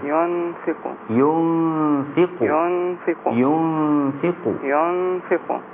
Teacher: مخرج النون لا يصطدم طرف اللسان بأصول الثنايا العليا من الداخل · Term: إخفاء